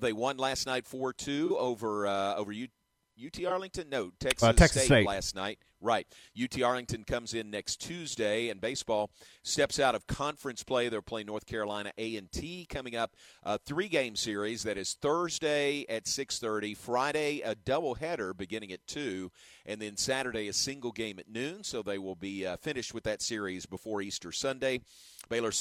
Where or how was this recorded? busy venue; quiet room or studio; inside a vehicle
busy venue